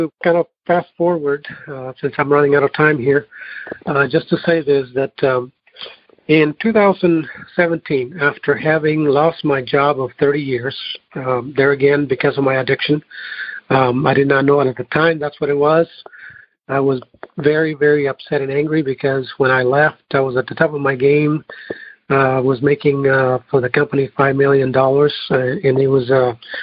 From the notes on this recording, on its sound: Noon Phone Speaker Meeting.